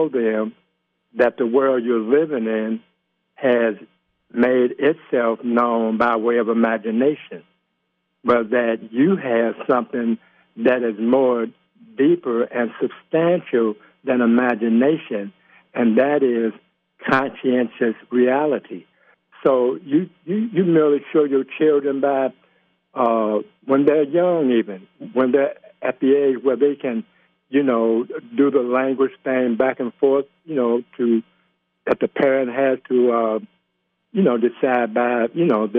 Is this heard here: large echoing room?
no